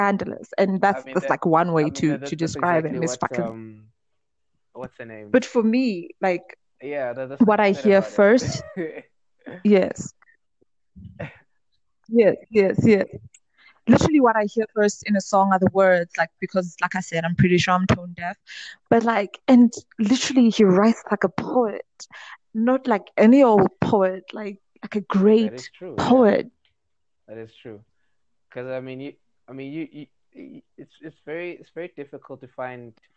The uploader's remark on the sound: So we had bad bad bad audio issues this week and connection issues too but we made it work as best as we could.